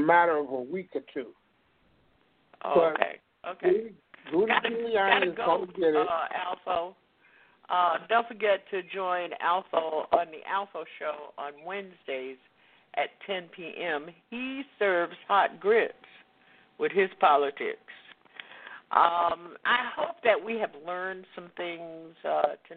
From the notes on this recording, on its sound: Live and Call-In